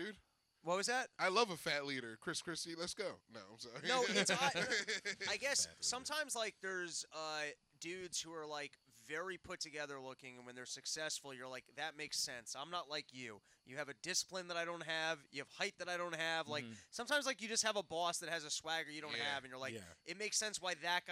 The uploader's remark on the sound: Live From Max's. A live pod.